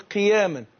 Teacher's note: القاف المكسورة بتاخد أدنى درجات التفخيم